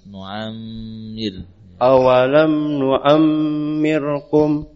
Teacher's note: Untuk mimnya diberi gunnah yang sempurna